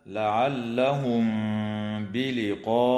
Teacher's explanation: وتخفى الميم الساكنة عند الباء مع الغنة في قوله تعالى لعلهم بلقاء، وتمد الألف من كلمة بلقاء من